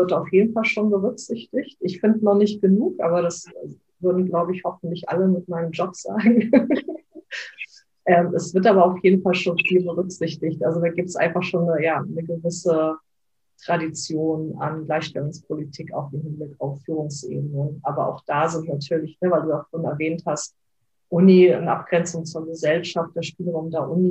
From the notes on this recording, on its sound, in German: Leider ist die Audioqualität nicht so gut